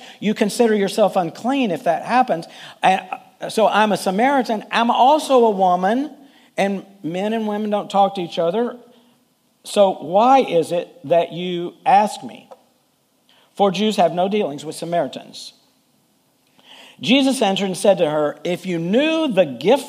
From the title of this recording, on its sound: Full Sunday Service